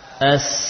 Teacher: Kita mendapati bahwa suara huruf sin ini mengalir. · Term: rohawah